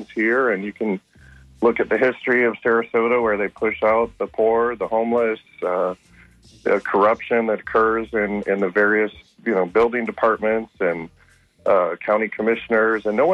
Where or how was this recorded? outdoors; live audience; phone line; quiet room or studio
phone line